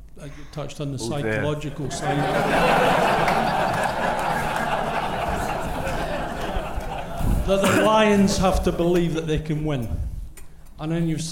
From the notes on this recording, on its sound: The Lions Live Preview Special. A live studio audience. The second part sees the panel field a range of challenge questions from the audience.